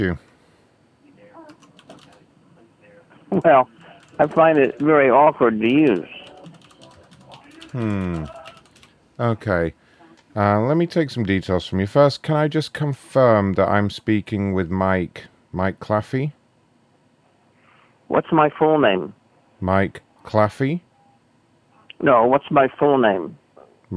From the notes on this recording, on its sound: For some reason many people did not want to pick up the phone today, possibly because of the late start. We also disrupt some conferences as usual and there’s lots of good banter while we spend ages listening to the phone ring.